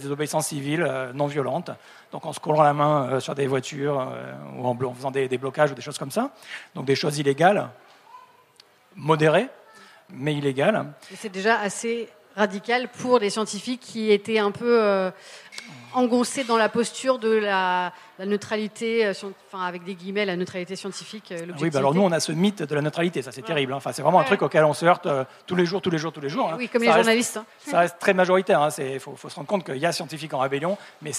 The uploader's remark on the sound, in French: Conférence enregistrée en public à la REcyclerie, en partenariat avec le podcast Présages. Ce deuxième enregistrement en live du podcast Présages.